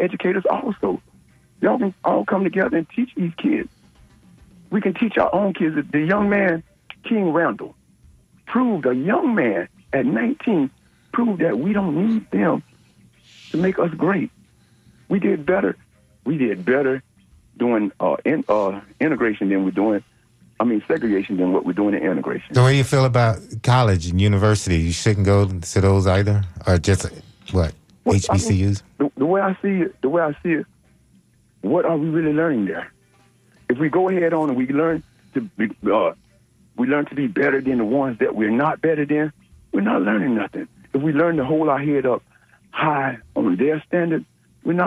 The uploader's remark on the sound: unique magazine format call-in show